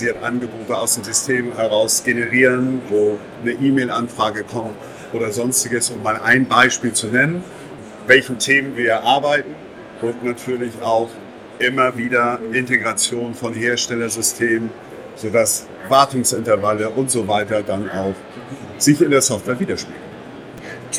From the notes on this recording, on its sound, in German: LECTURA ist derzeit auf der Messe Agritechnica 2023. Hören Sie sich unser Live-Gespräch mit Ausstellern.